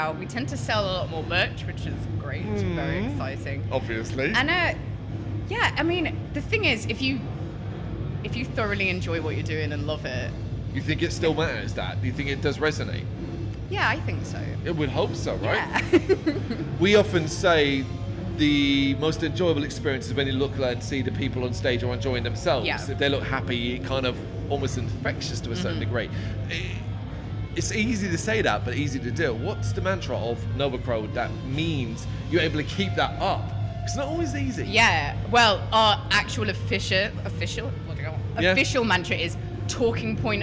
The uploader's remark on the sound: Live From AoniaFest V. Live at the festival.